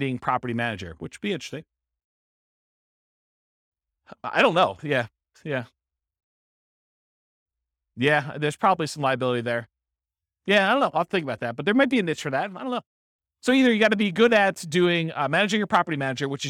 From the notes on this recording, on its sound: This was a live class recorded